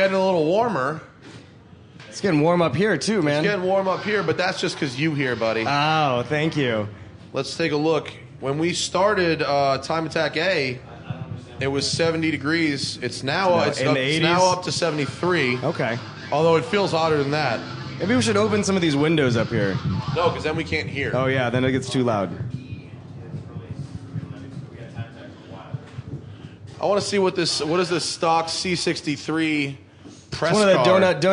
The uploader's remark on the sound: Live from #GRIDLIFE Midwest. We're in the announcers booth at #GRIDLIFE Midwest Festival announcing.